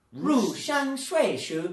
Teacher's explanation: So ru is fourth tone. Xiang is first tone. Shui shu is the second tone.